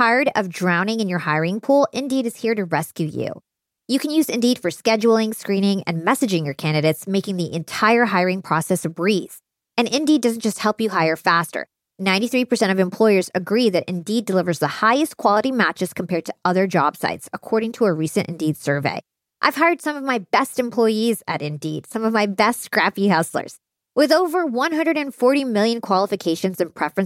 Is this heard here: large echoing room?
no